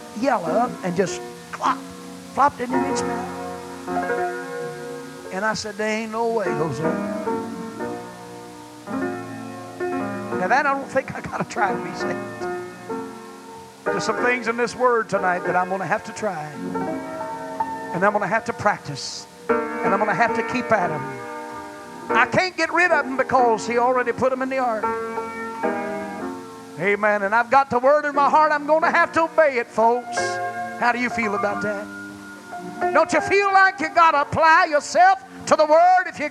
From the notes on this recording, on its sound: preached at First Apostolic Church in North Vernon, Indiana, February 14, 1993